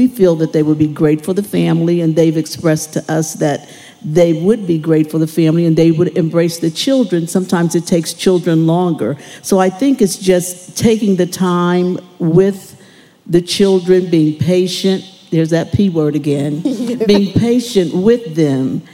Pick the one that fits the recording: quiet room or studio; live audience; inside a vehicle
live audience